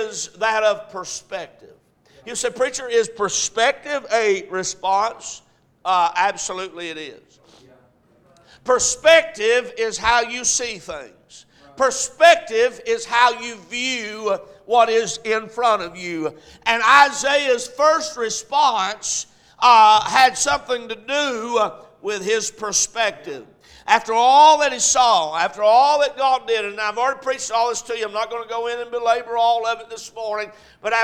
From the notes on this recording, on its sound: A message preached at Crossroads Baptist Church